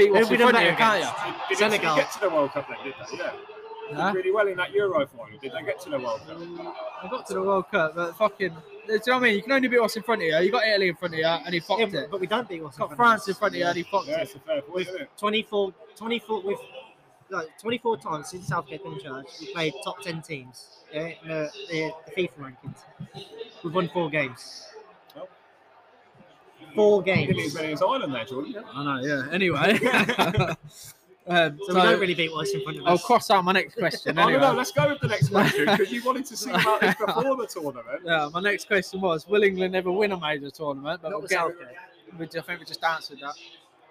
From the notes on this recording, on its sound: Record live from Jimmys Sports Bar. From Boughton.